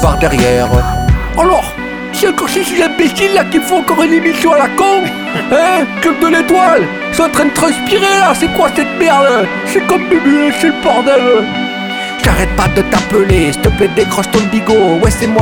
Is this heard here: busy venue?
yes